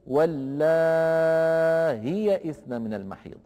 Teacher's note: حفص عن عاصم يقرأ واللائي بهمزة مكسورة محققة وبعدها ياء، ورش رحمه الله يقرأها بهمزة مسهلة من غير ياء بعدها، فيقول واللائي إثنى من المحيض.